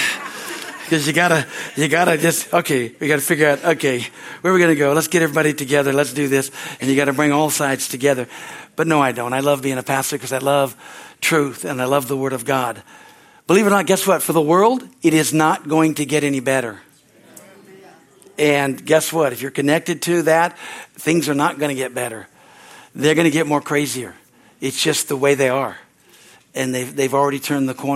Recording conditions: large echoing room